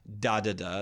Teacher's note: That dactylic meter is da da da. That's a dactylic foot of three syllables, the first stressed or long, the next two unstressed or short.